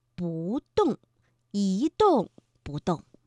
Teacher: 因为动是去声，所以在这儿呢我们读二声